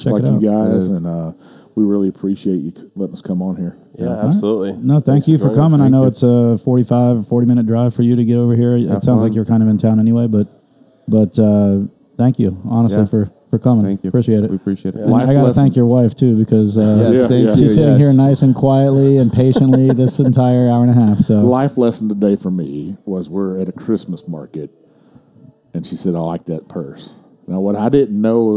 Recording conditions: busy venue